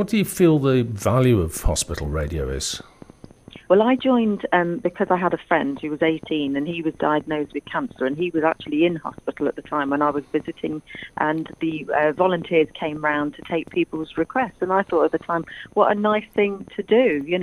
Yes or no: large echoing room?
no